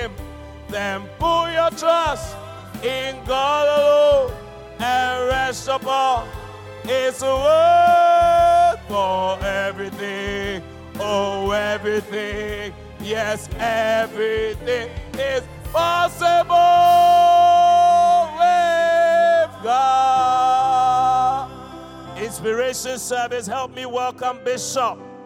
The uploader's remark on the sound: Preached at The Qodesh